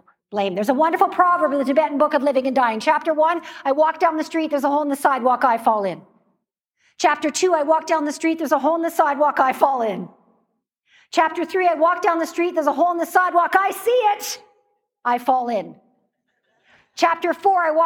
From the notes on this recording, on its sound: In this episode from a live stage event.